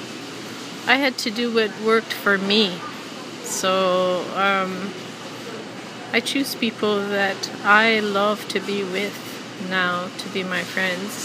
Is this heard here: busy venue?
yes